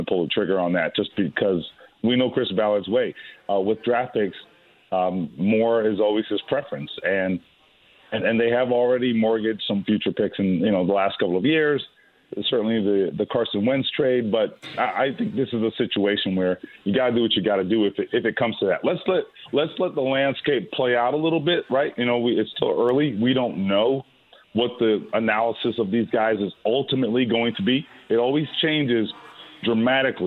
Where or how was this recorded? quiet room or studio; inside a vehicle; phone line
phone line